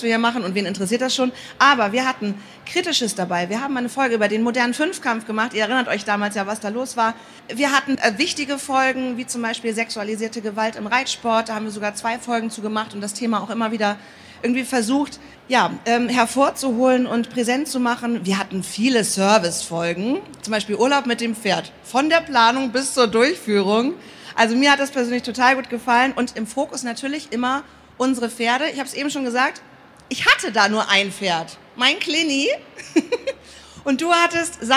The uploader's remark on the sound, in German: hatten einen Live-Auftritt auf der Messe „Pferd & Jagd“ in Hannover.